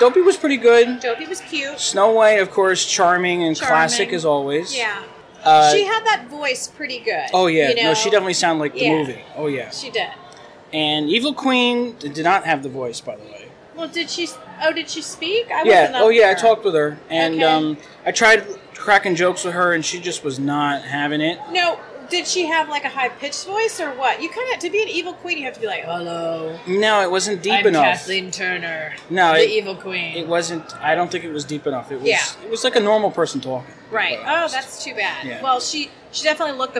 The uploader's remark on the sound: We record this show live from the Wilderness Lodge on opening night to bring you a review of the newest character dining experience at Walt Disney World!